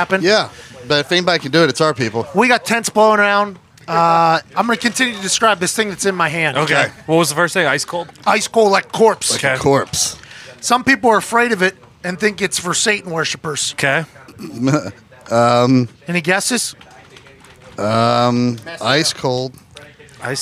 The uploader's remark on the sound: LIVE from Colts/Browns Training Camp. As they welcome in the Cleveland Browns for a joint practice.